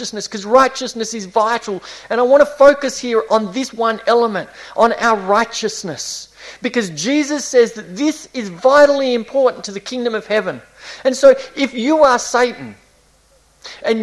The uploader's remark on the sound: This was preached between series at Esperance Chuch of Christ (June 2018)